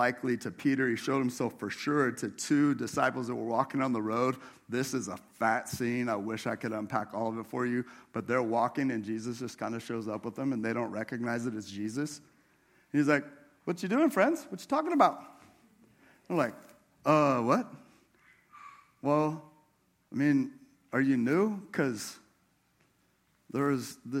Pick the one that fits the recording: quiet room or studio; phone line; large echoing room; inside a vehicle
large echoing room